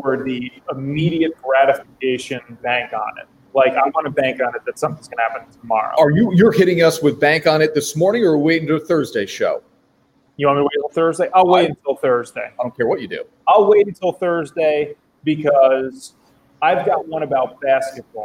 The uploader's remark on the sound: Live from Druthers Brewing Company in Saratoga Springs for the American Cancer Society's Real Men Wear Pink campaign.